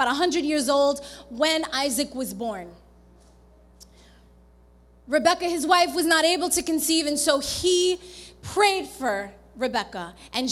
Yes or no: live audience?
yes